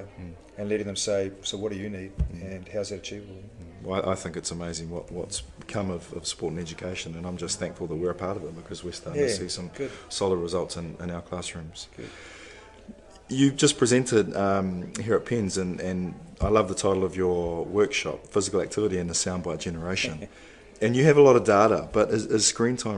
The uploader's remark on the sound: A throw back to PENZ Conference 2016 where I had my very first podcast interview